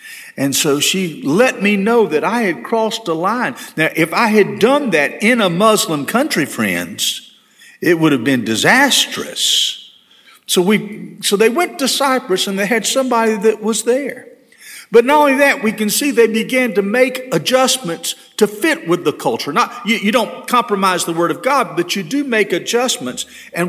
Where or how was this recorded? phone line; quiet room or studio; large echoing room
large echoing room